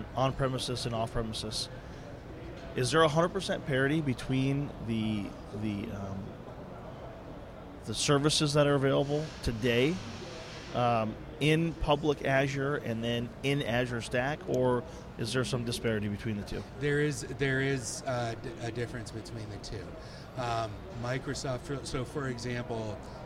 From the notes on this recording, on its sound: Joins us live on Day 4 of Dell EMC World in Las Vegas for an extra immersive recording The Hot Aisle.